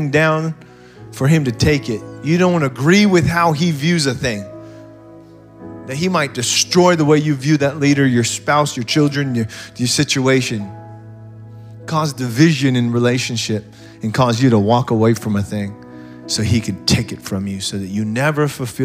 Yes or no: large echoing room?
yes